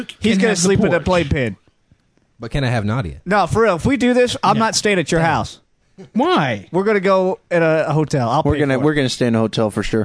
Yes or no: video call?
no